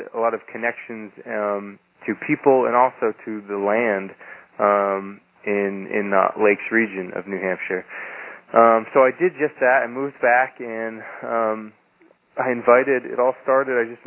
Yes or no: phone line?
yes